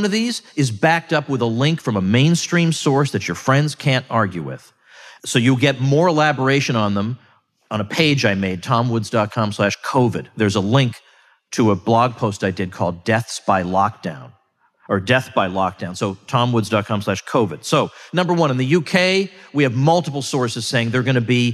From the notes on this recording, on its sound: I delivered these remarks at the Ron Paul symposium in Angleton, Texas